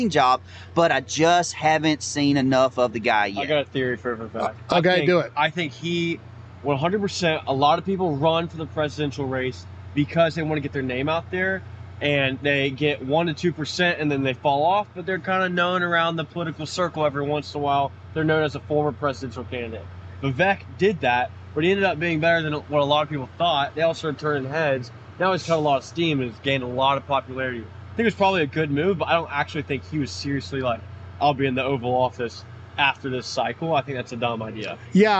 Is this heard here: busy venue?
yes